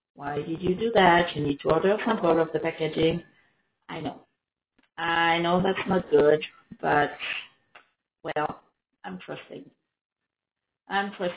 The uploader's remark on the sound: Sorry for the sound, this is horrible. To be honest I have no idea wihy the sound is sooooo bad !